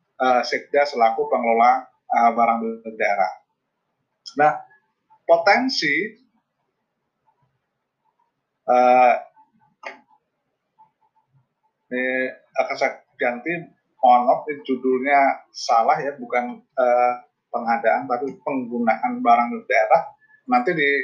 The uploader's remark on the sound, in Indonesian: MAAF KALO BERISIK, LAGI MAKAN RENDANG.